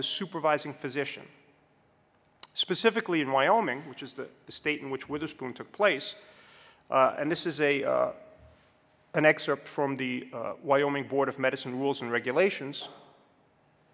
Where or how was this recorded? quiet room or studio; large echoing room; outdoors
large echoing room